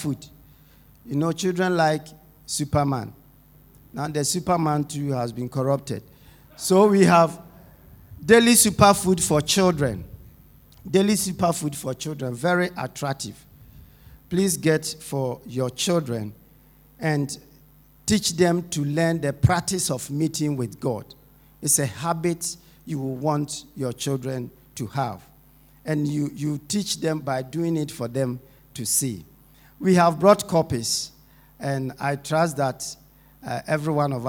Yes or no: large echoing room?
yes